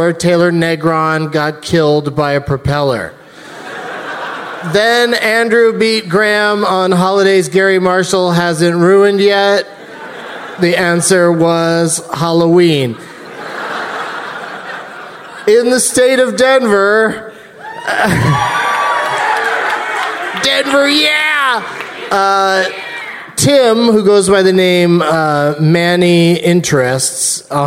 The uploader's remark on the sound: Live from the Gramercy Theatre in New York City